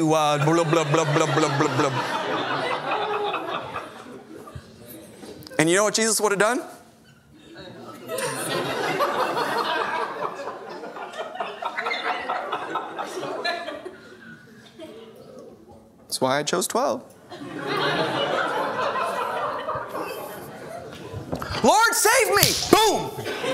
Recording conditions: large echoing room